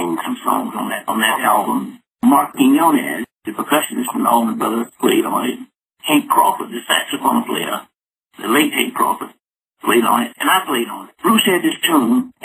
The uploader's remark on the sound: called into the show